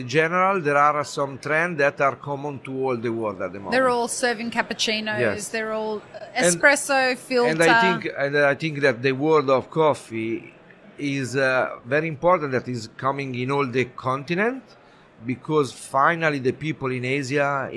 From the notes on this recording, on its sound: The Daily Coffee Pro Podcast live series from World of Coffee Dubai. Who joined us live as the official podcast partners for World of Coffee Dubai, and recorded podcast episodes from the show floor.